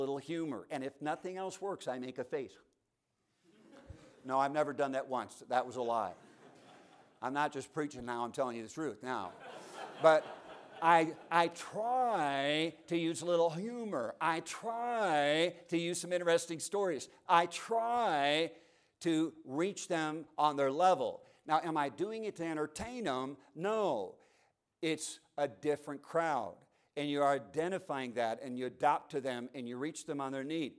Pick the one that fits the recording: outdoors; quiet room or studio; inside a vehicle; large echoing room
large echoing room